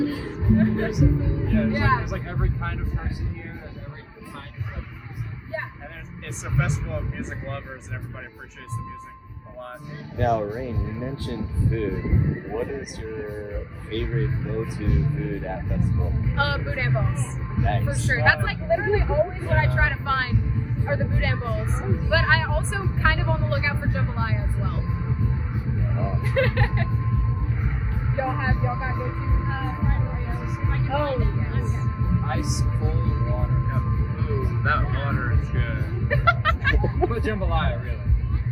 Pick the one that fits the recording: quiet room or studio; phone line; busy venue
busy venue